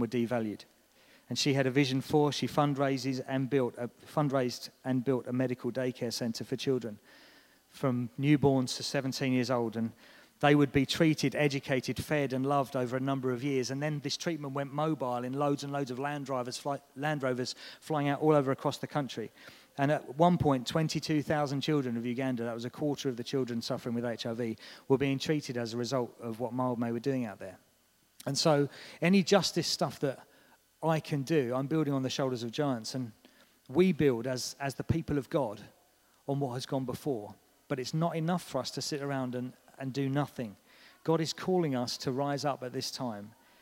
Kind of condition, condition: setting, large echoing room